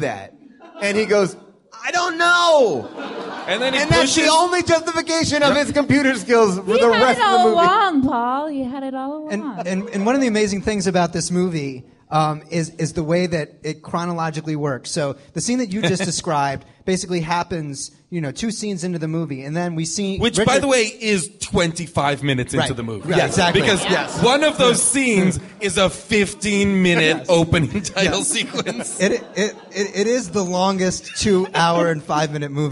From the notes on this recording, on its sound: live from Largo at the Coronet in Los Angeles